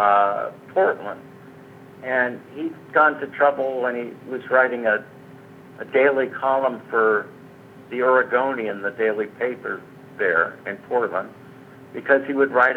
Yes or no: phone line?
yes